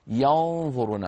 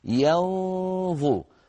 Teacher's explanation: فننتقل من ياء مرققة إلى غنة النون المخفاة ثم إلى الظاء المفخمة · Shown in: second take